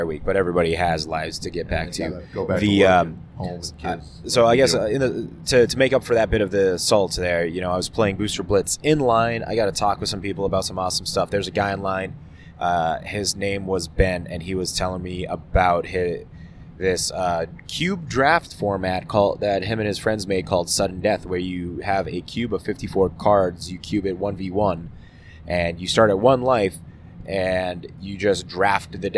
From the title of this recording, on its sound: Driving Back From MagiCon Minneapolis